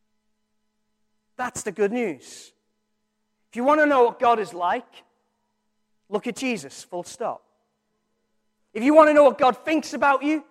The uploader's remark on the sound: Recorded from our Sunday morning service